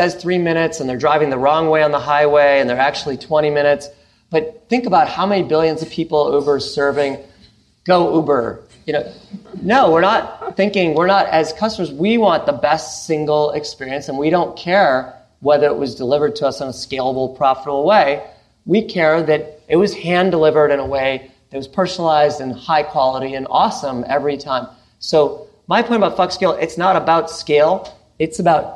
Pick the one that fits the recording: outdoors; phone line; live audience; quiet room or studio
live audience